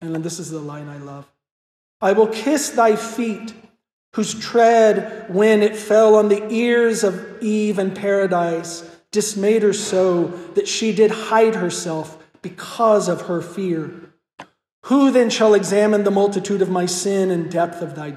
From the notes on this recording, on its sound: This lecture was given at Hillsdale College on April 22, 2023 as part of the Thomistic Institute conference. This lecture was given at Hillsdale College on April 22, 2023 as part of the Thomistic Institute conference "Christology in Literature."